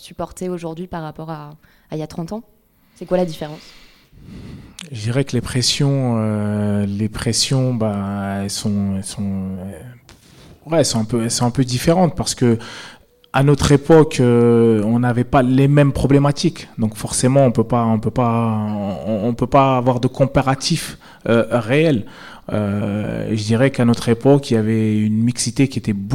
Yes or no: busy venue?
yes